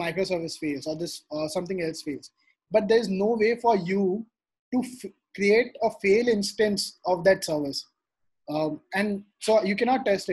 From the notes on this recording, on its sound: this audio segment from the webinar